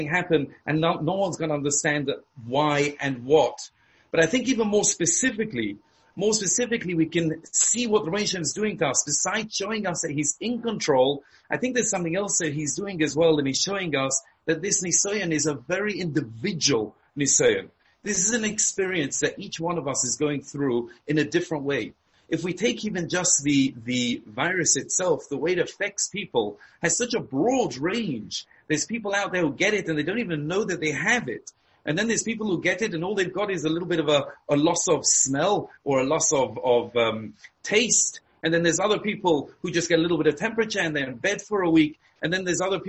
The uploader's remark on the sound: Shiur given over Zoom.